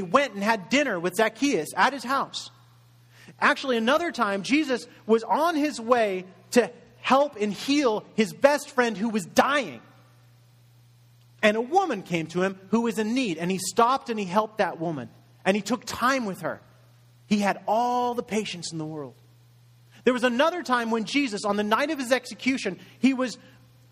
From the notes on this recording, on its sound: Message delivered in Contemporary Worship Service